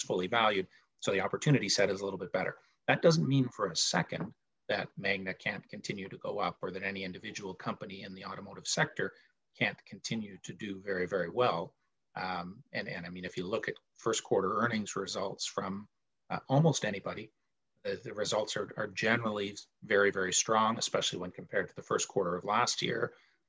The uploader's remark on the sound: Recorded from The Great Canadian Aftermarket Trade Show Live Virtual Conference Session